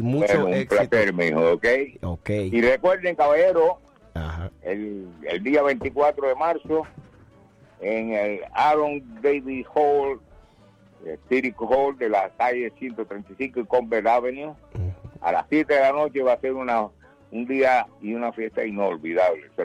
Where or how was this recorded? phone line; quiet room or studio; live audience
phone line